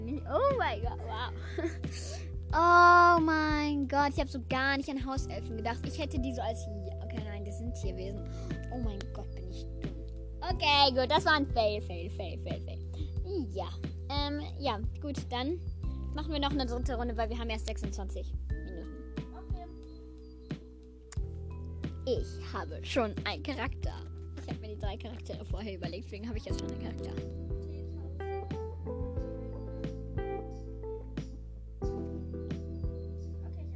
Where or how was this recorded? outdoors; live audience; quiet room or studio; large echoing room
outdoors